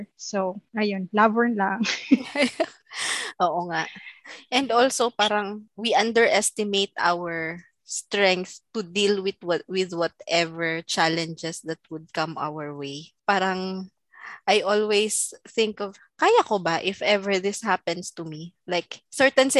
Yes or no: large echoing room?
no